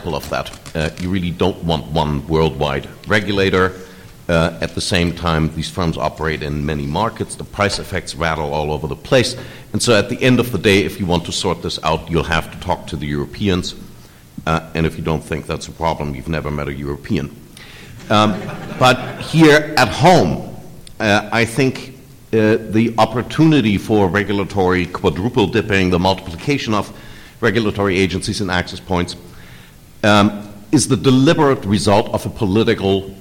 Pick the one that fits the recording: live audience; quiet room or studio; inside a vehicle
live audience